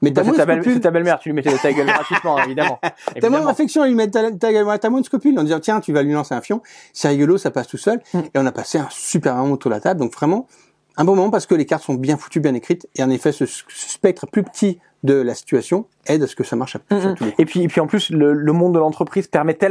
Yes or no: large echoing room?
no